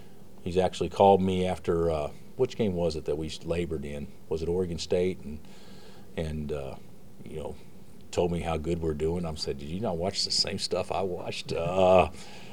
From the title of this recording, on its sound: Press Conferences & Post-Game Interviews